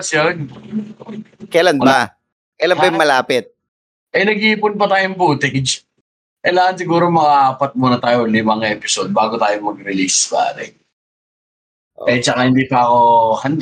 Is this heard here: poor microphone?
yes